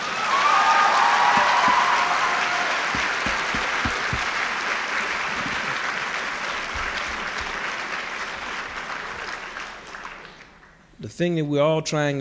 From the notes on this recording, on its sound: This podcast was recorded at the 1988 International Achievement Summit in Nashville, Tennessee.